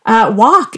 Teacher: you say walk with no L or often with no T